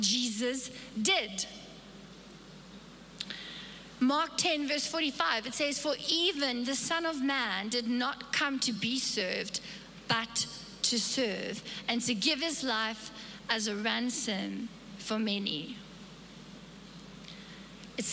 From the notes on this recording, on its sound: Recorded live on Sunday the 3rd April 2022